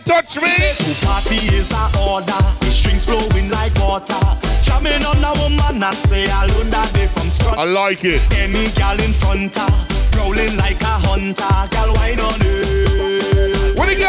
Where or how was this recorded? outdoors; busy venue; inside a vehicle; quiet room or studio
busy venue